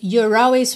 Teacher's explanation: enrolar o R facilita a ligação na palavra always